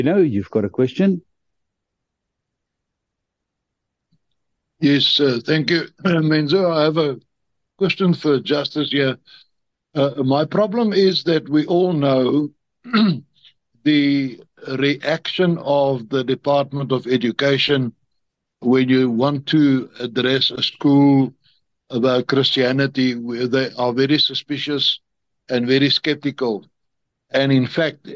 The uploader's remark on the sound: The Transformation Table Zoom Meeting.